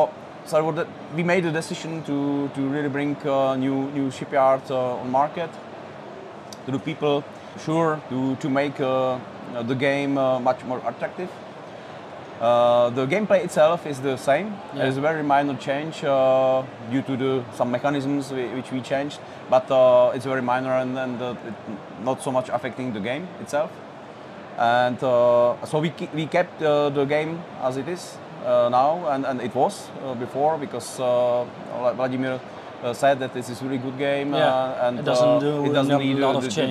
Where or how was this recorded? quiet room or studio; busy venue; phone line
busy venue